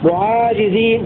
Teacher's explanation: وقرأ الباقون بإثبات الألف وتخفيف الجيم